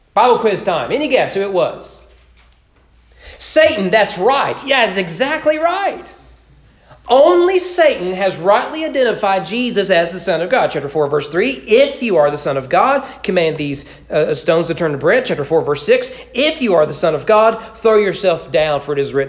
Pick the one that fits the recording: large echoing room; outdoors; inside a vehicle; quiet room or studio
large echoing room